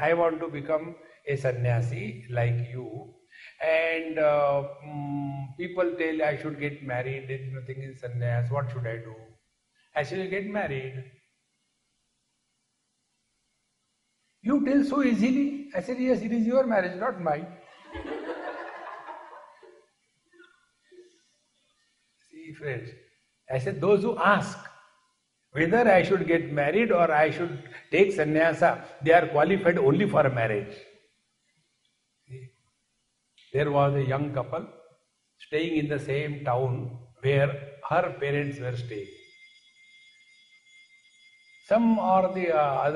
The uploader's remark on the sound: Recording live in Phoenix Arizona, USA, July, 24, 2016.